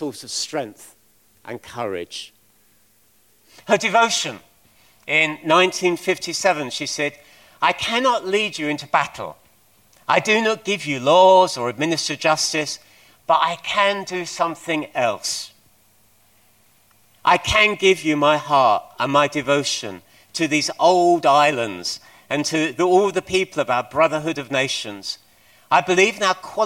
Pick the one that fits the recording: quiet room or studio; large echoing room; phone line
large echoing room